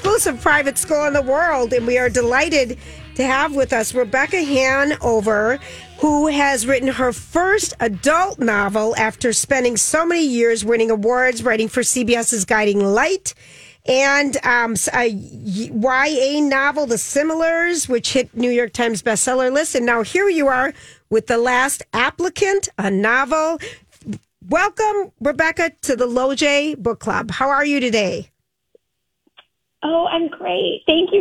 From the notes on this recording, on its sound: Is in studio today. Called.